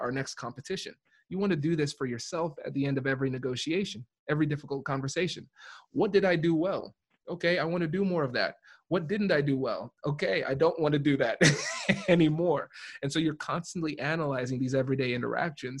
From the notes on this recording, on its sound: Live ZOOM recording.